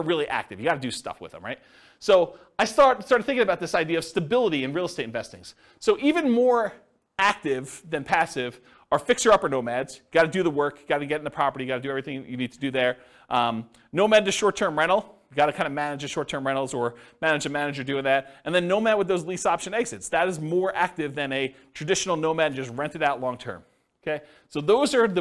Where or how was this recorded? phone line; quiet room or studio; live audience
live audience